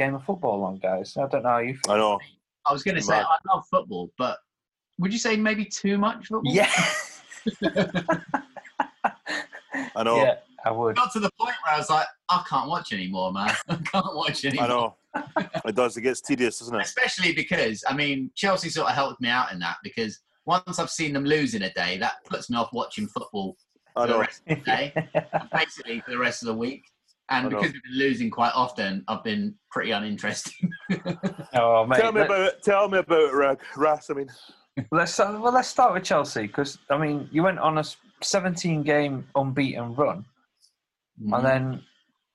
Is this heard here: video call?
yes